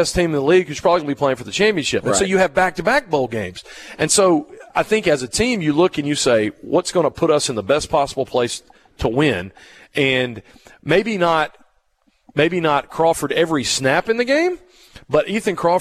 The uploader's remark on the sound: Broadcasting from the Mississippi Armed Forces Museum at Camp Shelby for Veterans Day